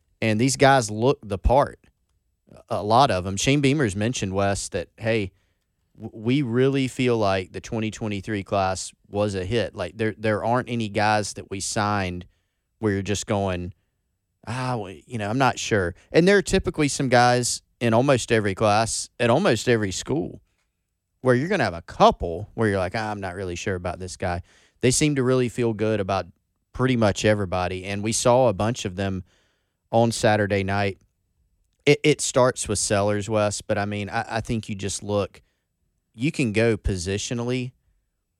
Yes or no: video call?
no